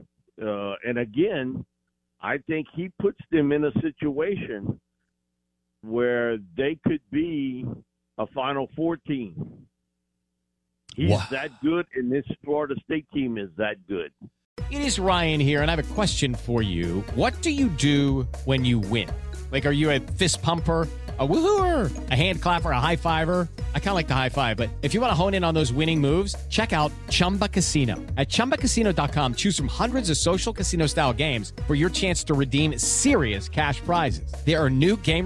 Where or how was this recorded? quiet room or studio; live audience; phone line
phone line